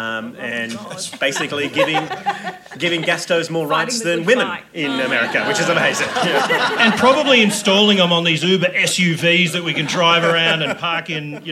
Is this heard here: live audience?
yes